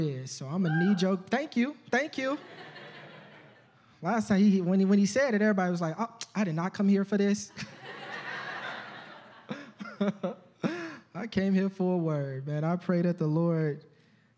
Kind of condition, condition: setting, large echoing room